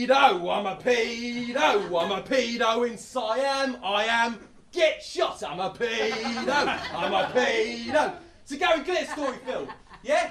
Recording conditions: live audience